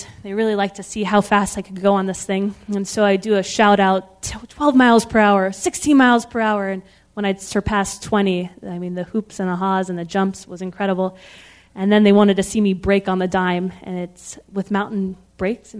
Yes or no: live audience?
yes